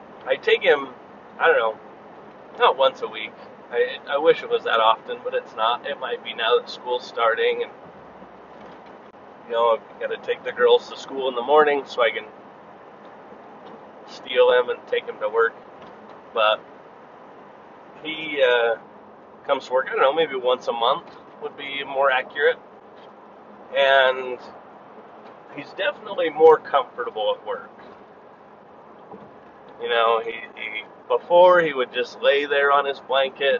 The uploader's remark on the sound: This was me driving and talking.